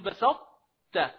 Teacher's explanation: يعني ما راح أقول بسط ط، لا راح أقول بسط ت، يعني ببدأ بطاء وبنتهي بتاء، يعني أضغمت الطاء في التاء ولكن بقي من صفات الطاء التفخيم. هذا هو الإدغام الناقص.